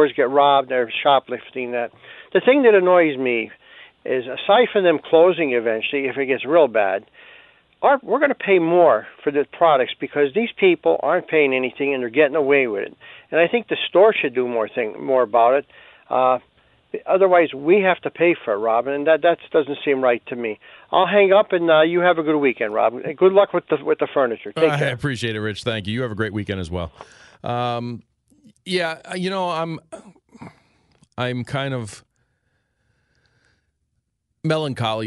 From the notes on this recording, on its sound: calls into "The Rob O'Donnell Show"